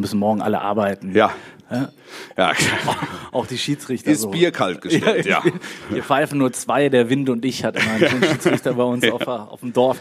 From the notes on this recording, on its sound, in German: Live-Podcast auf dem SpoBiS at its Best